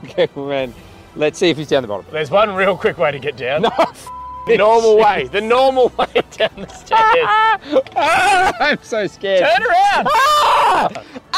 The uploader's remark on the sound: Live From The Sydney Harbour Bridge!